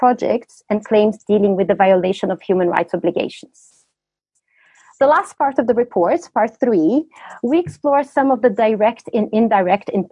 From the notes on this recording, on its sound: In this webinar, a panel of experts and practitioners